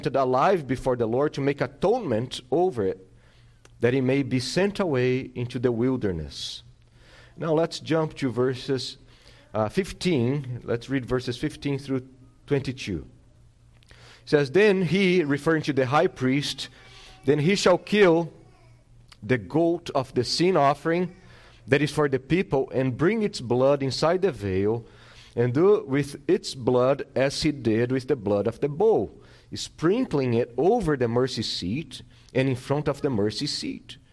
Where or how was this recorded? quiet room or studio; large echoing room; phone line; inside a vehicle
large echoing room